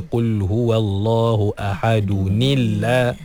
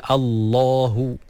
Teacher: Dan bila kita baca dengan baris bawah pada tanwin tu, automatik lafzul jalalah dinipiskan, ditarqiqkan. · Shown in: first take · Jadi asalnya tebal Allahu.